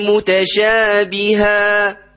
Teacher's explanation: وأتوا به متشابها هكذا الألف، الألف الموقوف عليها هكذا يتخامد صوتها شيئا فشيئا ويتلاشى إلى أن ينقطع، لا ينبتر